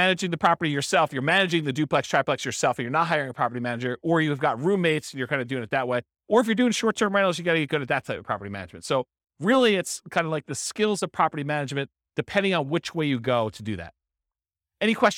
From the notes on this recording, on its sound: This was a live class recorded